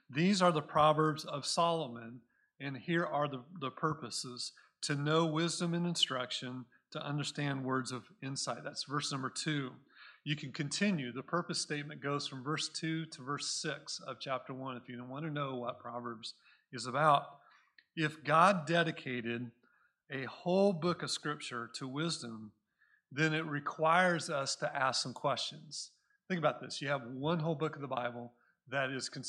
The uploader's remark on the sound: Recorded at Cornerstone Church in Mesa, AZ